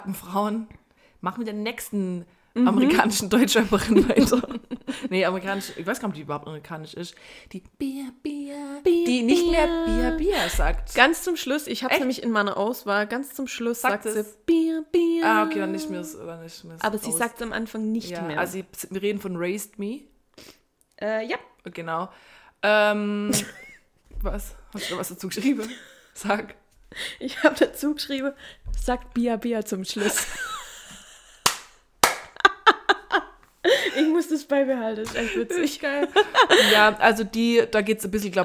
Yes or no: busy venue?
no